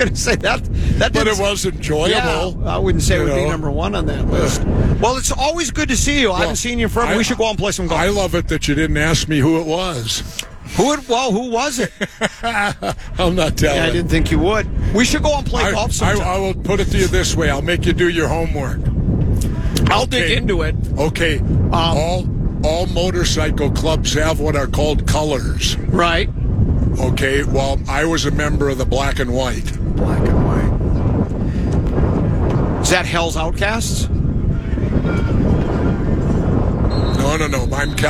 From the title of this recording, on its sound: Live From Vikings Training Camp!